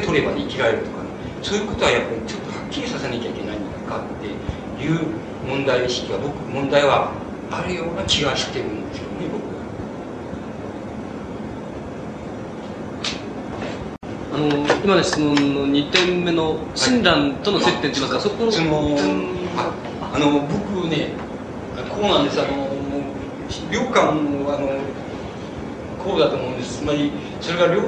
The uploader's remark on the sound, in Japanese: 場所：長岡市中央公民館。音源は主催者提供。周辺のノイズが入っているが 比較的クリアに収録されている。質疑応答はオフマイクで録音。